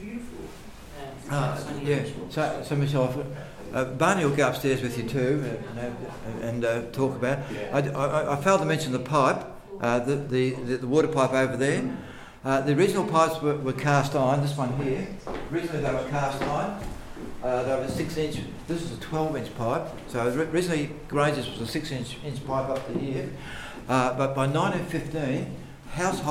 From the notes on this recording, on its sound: Melbourne newCardigan cardiParty Recorded Live. Our November Melbourne cardiParty was a wonderful day trip to Sale, with a trip to the historical Sale Water Tower (designed by John Grainger), lunch at an impeccably restored pub called the Criterion (built circa 1865) and finally a river cruise to check out the swing bridge.